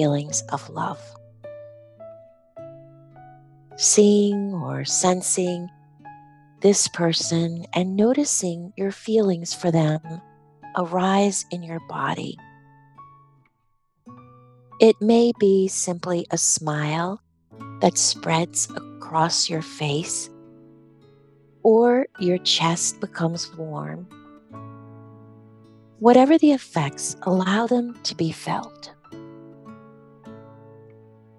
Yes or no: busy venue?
no